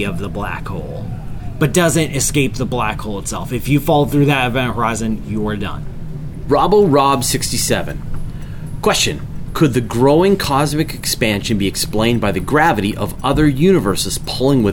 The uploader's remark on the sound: We recorded this week's episode of the QA show from inside the Carnival Magic cruise ship, as part of our summer Astrotour.